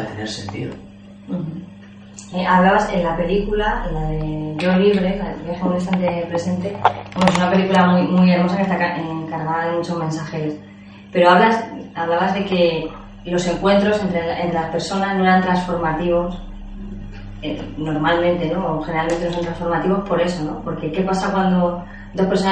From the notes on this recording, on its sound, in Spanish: Desafortunadamente el audio y la imagen de la entrevista no son de gran calidad.